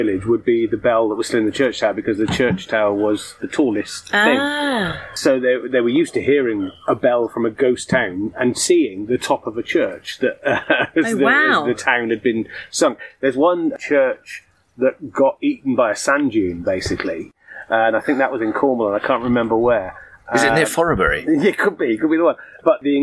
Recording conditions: outdoors